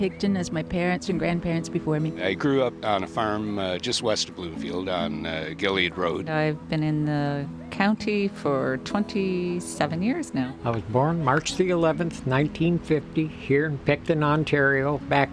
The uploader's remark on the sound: We brought our Storymobile to the main streets of Wellington, Bloomfield, and Picton to gather stories from all along the Loyalist Parkway. The people of the county share stories.